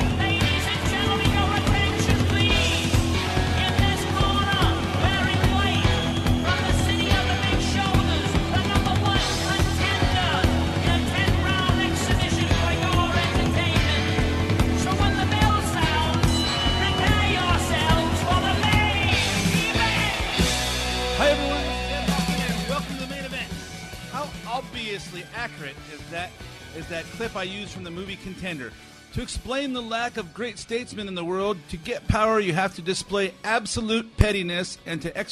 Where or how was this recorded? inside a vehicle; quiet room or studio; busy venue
busy venue